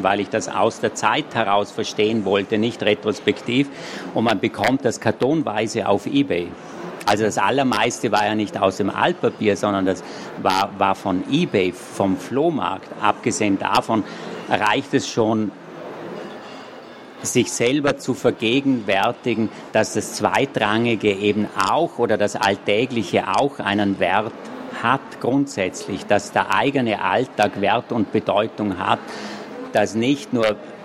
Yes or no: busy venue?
yes